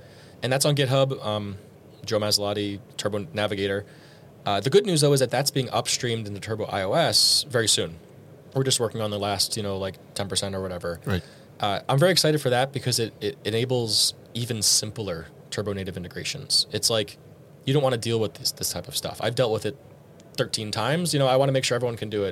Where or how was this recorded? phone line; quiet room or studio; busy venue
busy venue